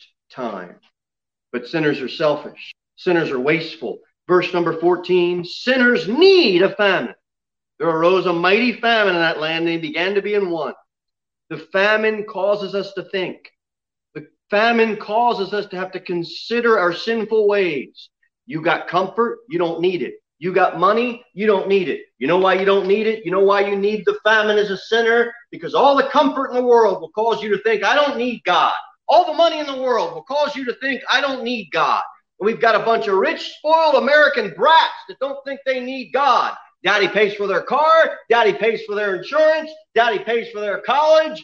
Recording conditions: large echoing room